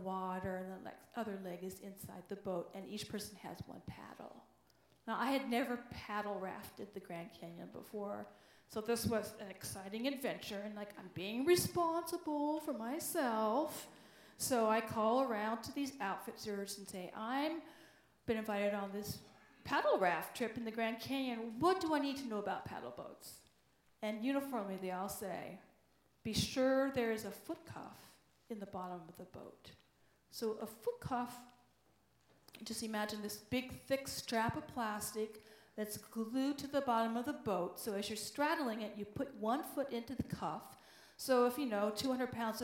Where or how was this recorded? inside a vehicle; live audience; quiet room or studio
live audience